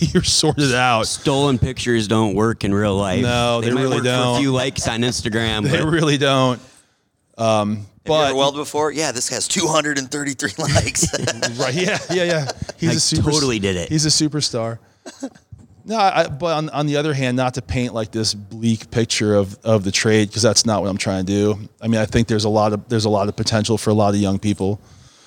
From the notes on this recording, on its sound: Recorded during Fabtech 2019.